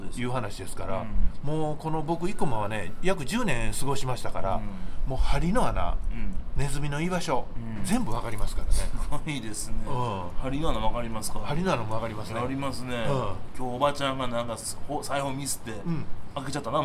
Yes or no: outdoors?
yes